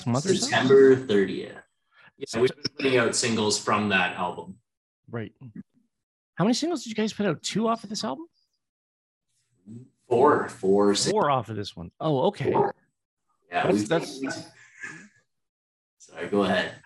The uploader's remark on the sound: Share one camera on the Zoom link. Please note this podcast is the edited version that airs on the SCM radio show.